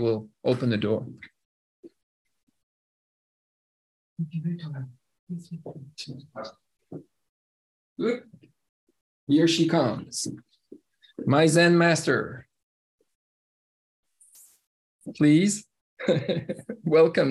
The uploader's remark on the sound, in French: Une conférence en ligne.